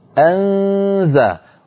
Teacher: النون عندما تخفى عند حرف الزاي في كلمة أنزل تكون مرققة أنزى، ولا نقول أنزى، ما في داعي لهذا التغليظ والتفخيم للغنة، لأن النون مرققة والزاي التي بعدها مرققة، فمن أين جاء التفخيم؟ · Term: غنة المخفي